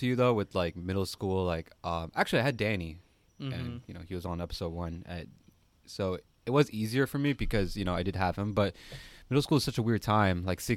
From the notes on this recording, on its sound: You'll hear the crickets chirp as they listen in on their conversation. Yes this was recorded outside. It was lovely weather.